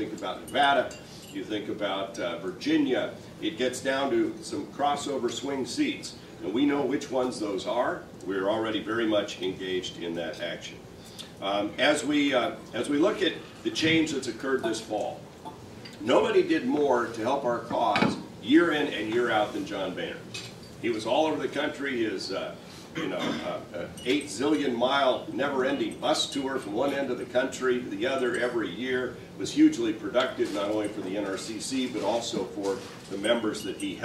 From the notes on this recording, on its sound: WASHINGTON, DC. The Ripon Society hosted a breakfast discussion.